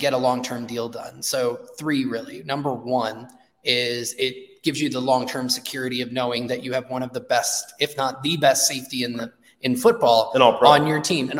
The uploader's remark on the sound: Pewter Report is live from Indianapolis for the 2024 NFL Combine.